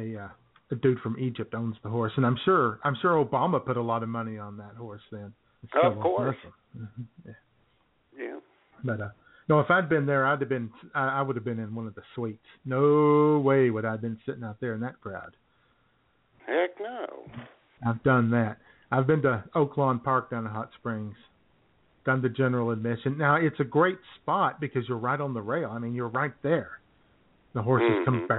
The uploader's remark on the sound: take your phone calls